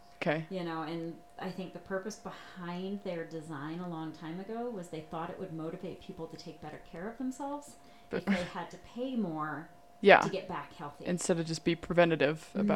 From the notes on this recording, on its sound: the audio on this one isn't the greatest